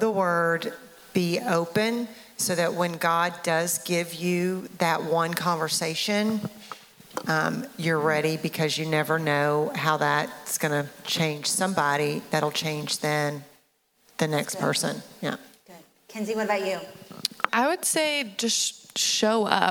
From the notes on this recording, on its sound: From the 2023 Interactive Women's Leadership Conference. Q&A with audience members.